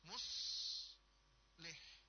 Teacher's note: walaupun dia huruf sod, tapi dia tetap punya sifat sofir